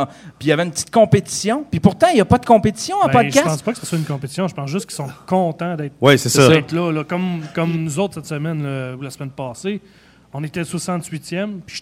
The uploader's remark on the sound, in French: Parlons Balado special GeekFest mtl 2015. Notre premier live en direct du geekfest pour le podcast mania.